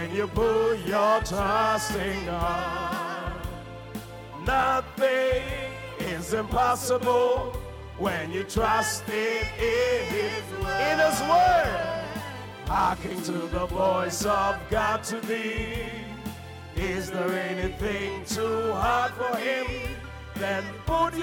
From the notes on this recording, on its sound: Preached at the Qodesh